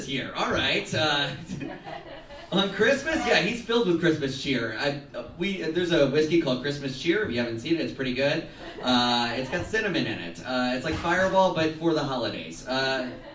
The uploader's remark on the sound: Live! From The Footlight. We invited past guests for what became our Holiday Showcase.